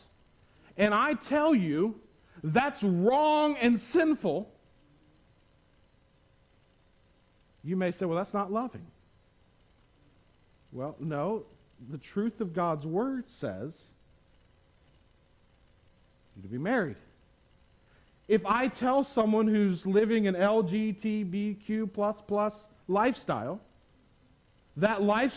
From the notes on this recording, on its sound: at the Tarrant Bible Methodist Church